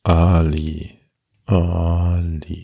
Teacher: Wenn ihr den Namen Ali sagt, haltet die Hand an euren Kehlkopf und sagt mal Ali. Und dann merkt ihr, dass kurz bevor das A rauskommt, sich der Kehlkopf bewegt. · Term: Ein